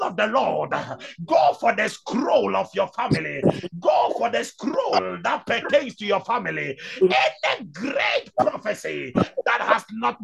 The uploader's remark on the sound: ZOOM SESSION